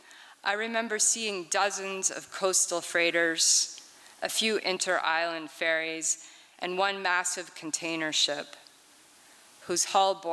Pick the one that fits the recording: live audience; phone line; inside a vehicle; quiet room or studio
live audience